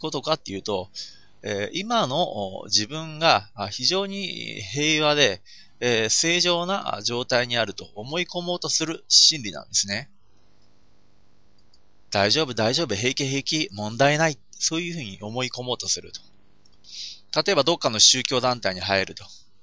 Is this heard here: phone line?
no